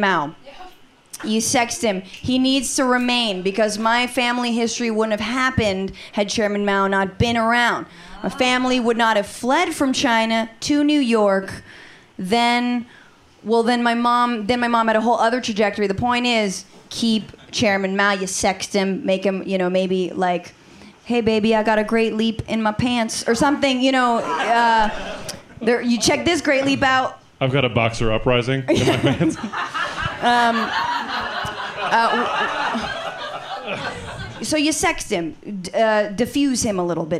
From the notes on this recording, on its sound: In the second live episode of The Bitchuation Room